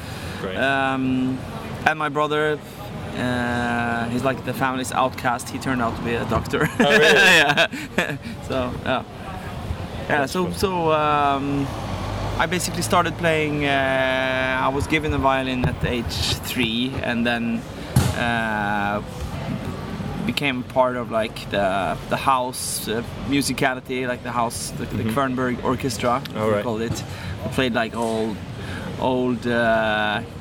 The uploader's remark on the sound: We really were rushed as our schedules only just matched up for an hour and we had difficulty finding anywhere quiet. We opted for the park down the way from Ronnies so the sound quality is not amazing and there is alot of background noise.